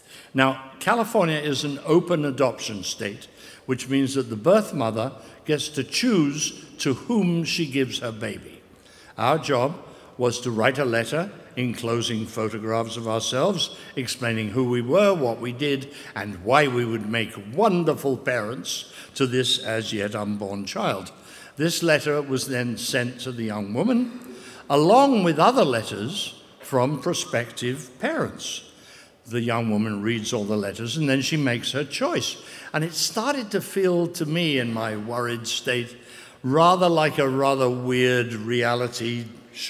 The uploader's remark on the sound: live from the Union Chapel in London